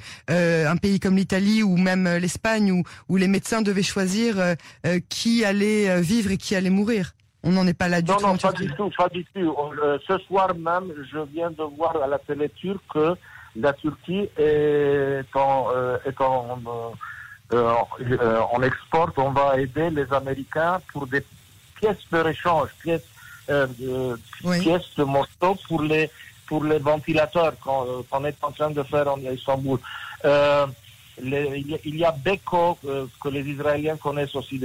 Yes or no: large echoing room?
no